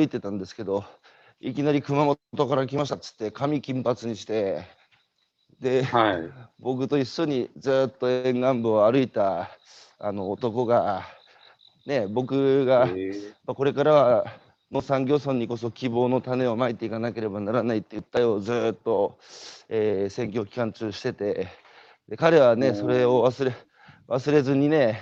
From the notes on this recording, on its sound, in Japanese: 歩きながら1時間、対談する。